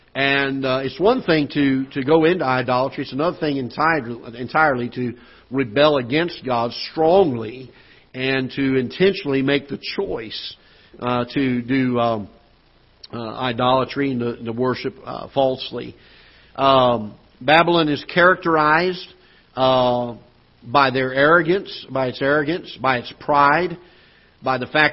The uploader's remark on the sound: Ketha Heights Baptist Church ~ Live Broadcast